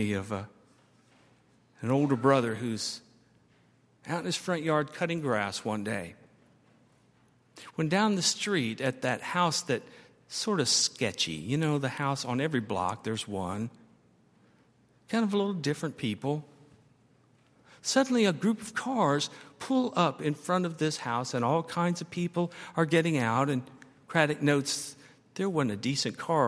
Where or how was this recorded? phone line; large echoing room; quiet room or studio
large echoing room